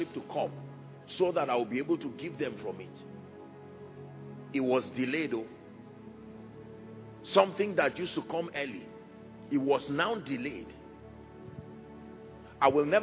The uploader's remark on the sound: From Faith To Faith Conference, International Conference Centre, University of Ibadan 15th July, 2022.